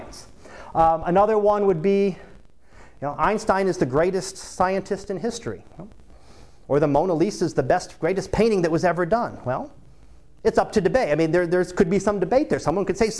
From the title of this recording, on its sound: Live Class Lecture